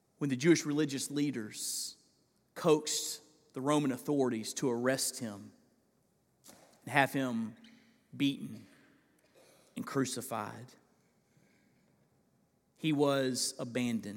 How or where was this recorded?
large echoing room